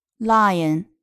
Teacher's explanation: lion，大家一定要注意，把其中元音的滑动要读得清晰 · IPA: [ˈlaɪən]